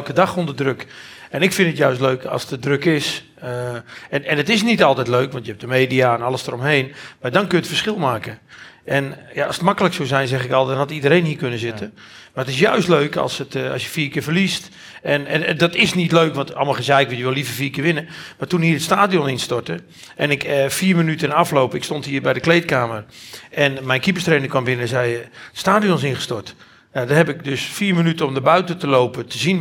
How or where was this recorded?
live audience